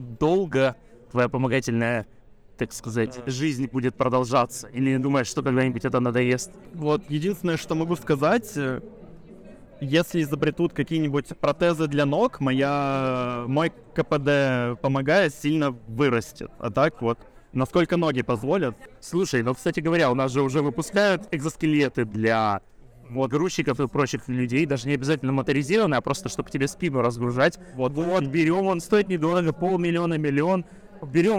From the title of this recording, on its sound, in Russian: в выездном выпуске с Bubble Comics Con 2021